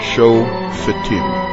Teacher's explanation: The Fay, with its shva na, belongs to the last syllable, tim, not to the first syllable, sho.